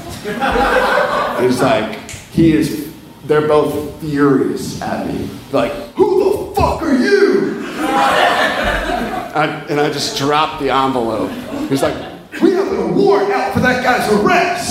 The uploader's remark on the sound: Live From Atlanta!